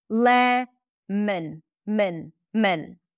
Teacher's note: it sounds just like the O is reduced to a, or like you are skipping the vowel altogether · Term: schwa